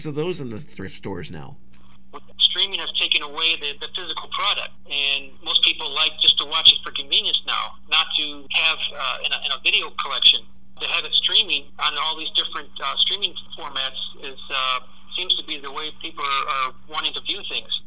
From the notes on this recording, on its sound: I also have a phone chat